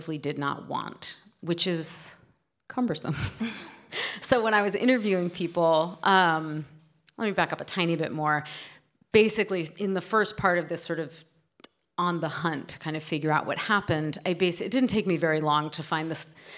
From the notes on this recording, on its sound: we bring you an event from the 2022 Portland Book Festival